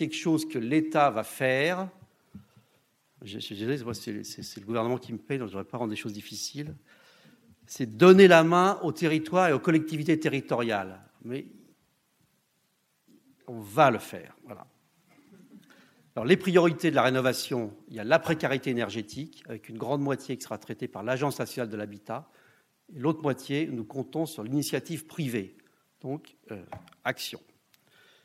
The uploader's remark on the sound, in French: Deuxième table ronde et conclusion de la conférence